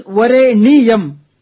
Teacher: That's why, actually, we are supposed to then split. The Nyam, the Sanyuktakshara, is supposed to be split as Niyam.